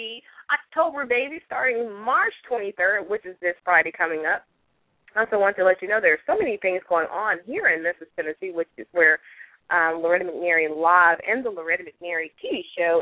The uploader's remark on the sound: a live call in weekly radio show